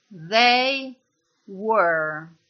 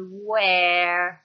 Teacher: la E di were è una E molto chiusa, diversamente dalla E dell'avverbio interrogativo dove, che in inglese si dice where. Qua è proprio la rana dalla bocca larga, where, sempre la U iniziale, poi where.